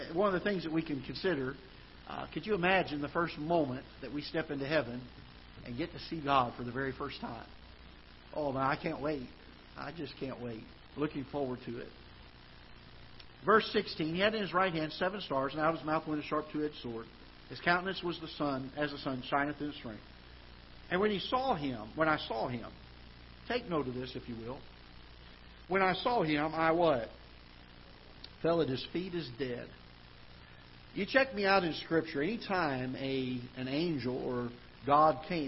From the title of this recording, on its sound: Ketha Heights Baptist Church ~ Live Broadcast